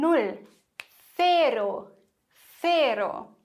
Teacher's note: Hier lispeln wir das C, weil es vor E steht.